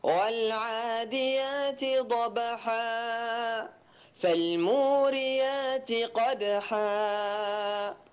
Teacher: جميع الألفات وقفت عليها بشكل خاطئ بمد زائد تماما، بل وصل معك أربع حركات، هذا لا يصح، هذه حركتان وقفا مد عوض ملحق بالطبيعي.